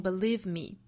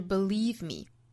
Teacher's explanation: 那 believe 这个词后面这个音节呢，固定住一定是一个长音紧音的一个 e 的发音 · Shown in: second take · ，所以 believe me,不要读成 believe me,应该是 believe me.